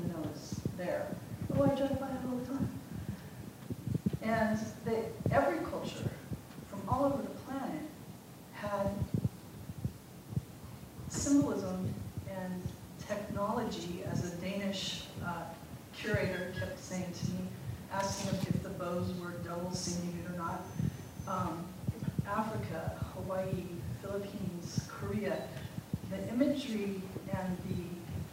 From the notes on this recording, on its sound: joined onstage by the rest of the symposium’s presenters